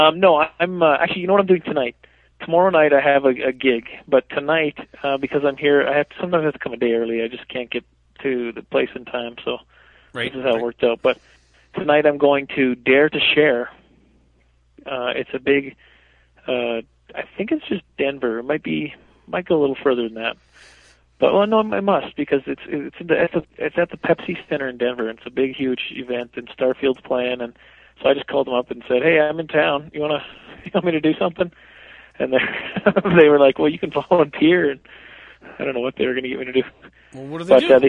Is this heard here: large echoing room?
no